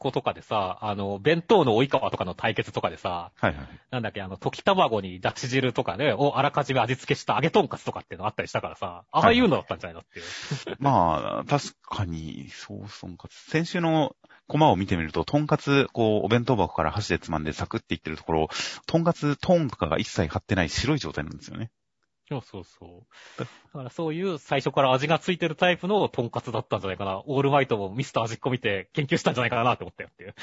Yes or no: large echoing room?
no